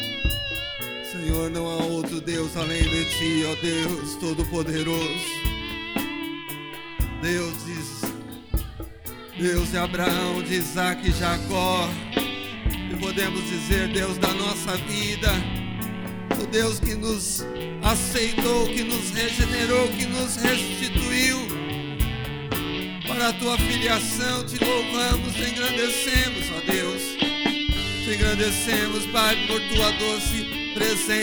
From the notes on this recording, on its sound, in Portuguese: Áudio do culto de Santa Ceia, realizado na Quadrangular Vila Mara